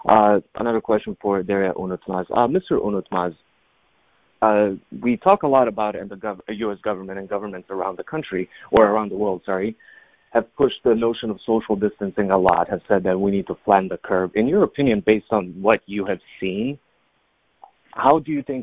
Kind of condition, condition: link, phone line